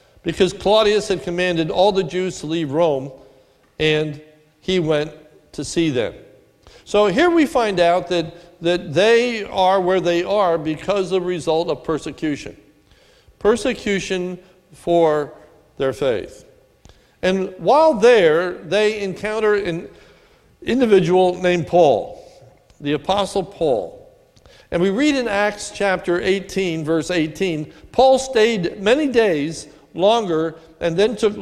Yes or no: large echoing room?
yes